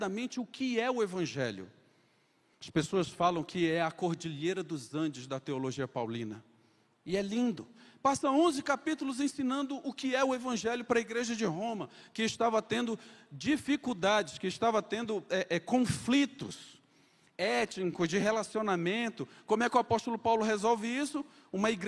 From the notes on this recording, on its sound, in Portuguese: Conferência Missionária 2023 da Igreja Presbiteriana da Penha. Culto AO VIVO Igreja Presbiteriana da Penha. Rua Major Rudge, 145, Penha - São Paulo.